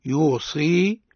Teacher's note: وقرأ الباقون يوصي بكسر الصاد وياء بعدها على البناء للفاعل